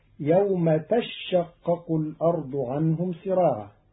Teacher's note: قرأ قالون كلمة تشقق بتشديد الشين الأولى فتصير يوم تشقق الأرض عنهم سراعا على أنه تتشقق خففت بإبدال التاء الثانية شينا وإدغامها في الشين.